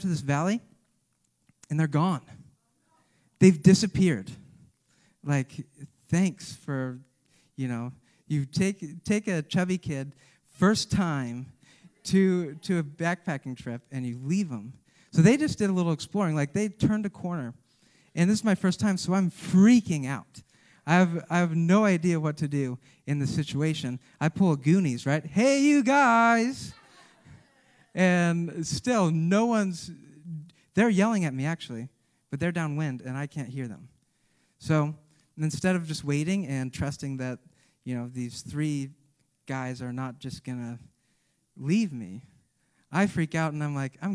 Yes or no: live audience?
yes